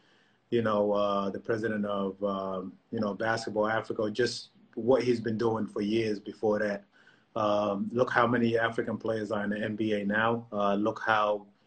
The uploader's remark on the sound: Whilst the world is locked down during the coronavirus pandemic. It was straight Q&A, as they answered questions from fans.